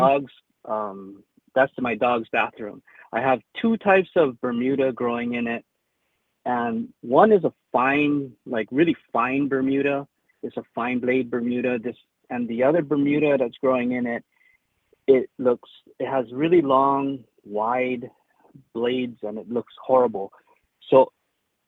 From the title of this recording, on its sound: Live Calls